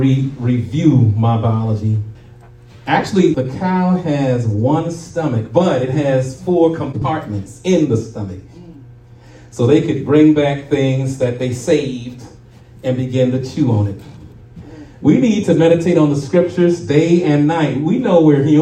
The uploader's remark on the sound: Shared this message live at RACC on Resurrection Sunday morning.